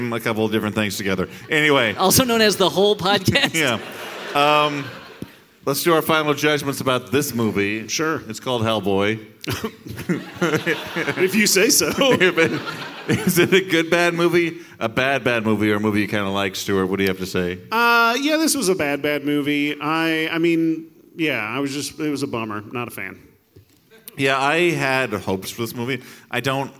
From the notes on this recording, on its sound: This full-sized live show. Here's our live Hellboy (2019) show from The Parkway theater in Minneapolis, MN!